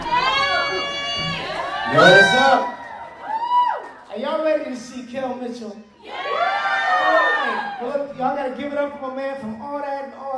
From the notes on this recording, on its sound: here are some interviews and a panel from Premium Basin Comic Con X this year